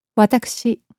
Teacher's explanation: Note how the u, which falls between the k and the sh, is not vocalized.